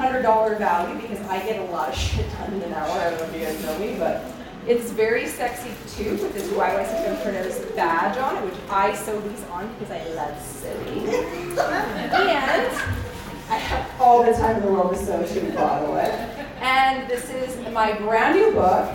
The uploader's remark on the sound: This episode is a recording from our February 2024 In-Person Event held in Calgary, Alberta.